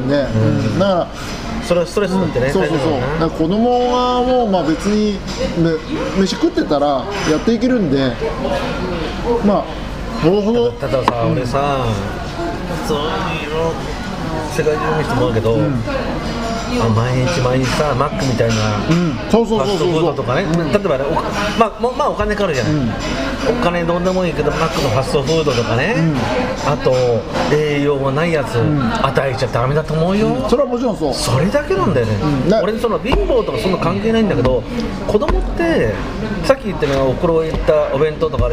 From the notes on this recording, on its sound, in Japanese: サイゼリアにて収録です。